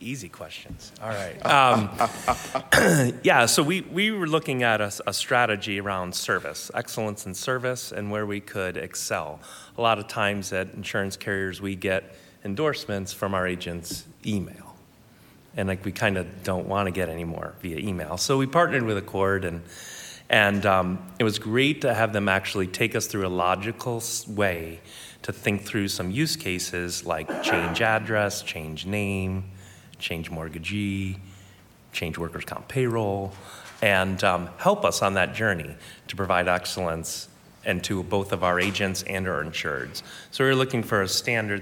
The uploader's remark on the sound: InsurTech Panel – Acord Connect – Live Recording. Recorded Live in Boston.